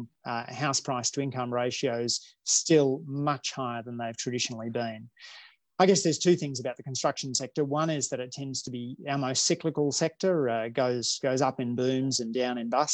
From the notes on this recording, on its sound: Conversation recorded via Zoom